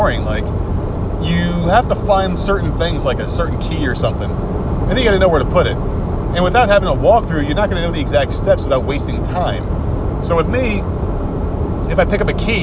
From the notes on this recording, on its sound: Road trip! Drives with you from Charleston to Myrtle Beach and rants along the way. Then screams at other people on the road when he hits civilization.